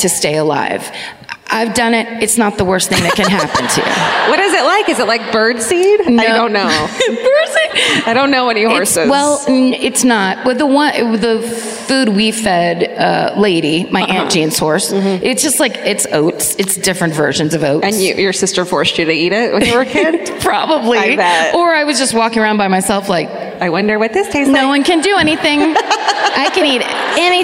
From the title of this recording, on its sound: Live at the Bellco Theatre in Denver